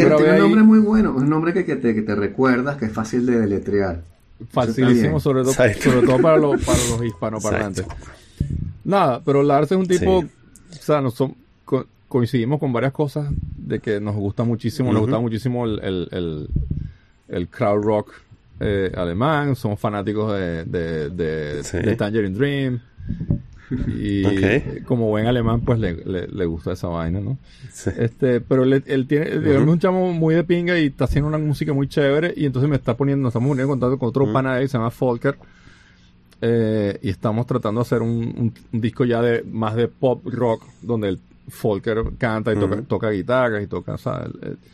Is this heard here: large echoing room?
no